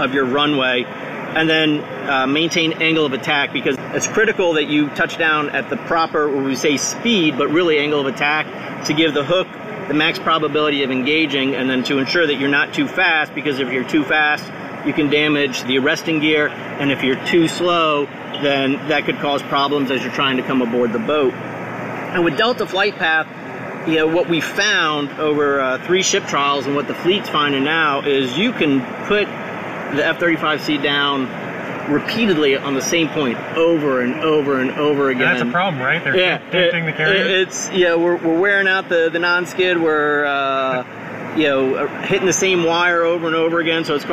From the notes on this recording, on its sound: The audio isn't fantastic because it was recorded inside the factory.